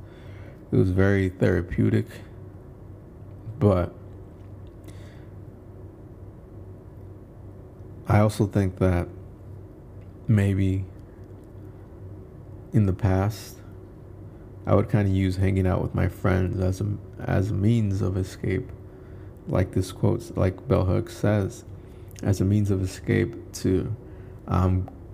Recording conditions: background noise